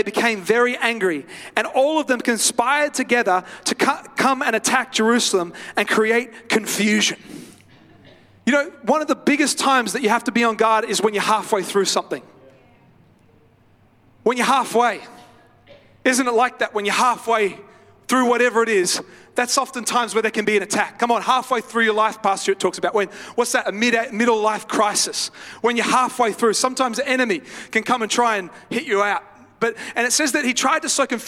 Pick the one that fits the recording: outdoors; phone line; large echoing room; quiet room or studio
large echoing room